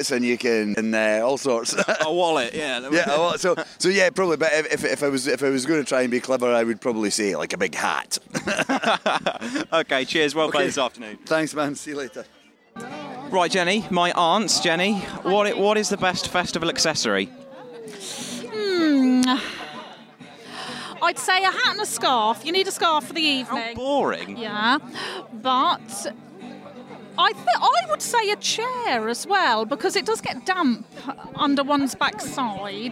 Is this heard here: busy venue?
yes